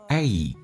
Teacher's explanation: A 这个发音要发得很饱满，打开口腔一点点，嘴角往后拉到极限，再滑动到 E 这个发音